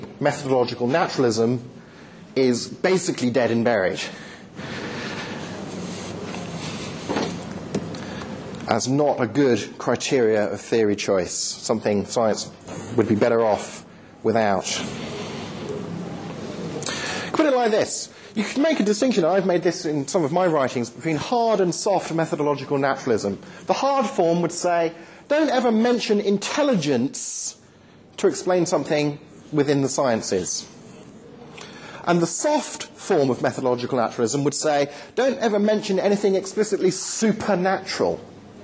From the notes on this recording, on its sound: Lecture delivered to the University of York Postgraduate Christian Fellowship.